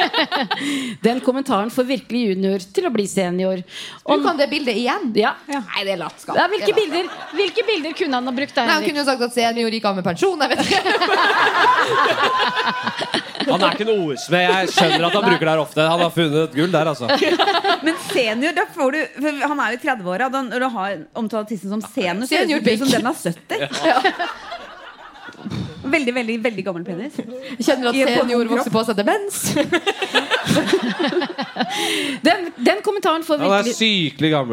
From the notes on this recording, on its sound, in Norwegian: live fra Parkteatret